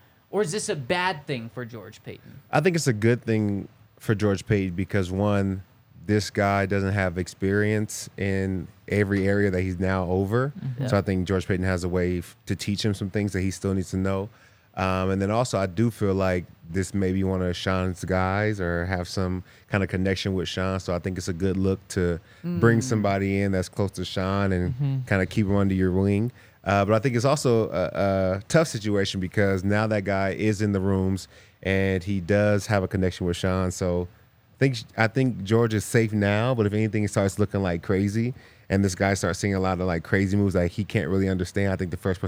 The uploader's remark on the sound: coming to you LIVE from the DNVR Bar